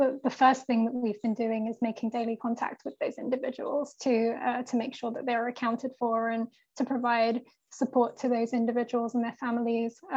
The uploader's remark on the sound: This episode is an except from our Annual Trade Conference, which took place virtually on March 8th, 2022.